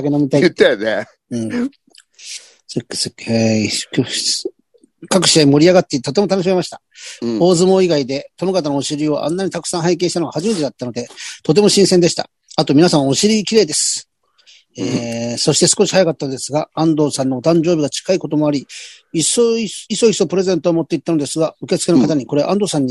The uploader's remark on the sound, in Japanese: ZOOMより配信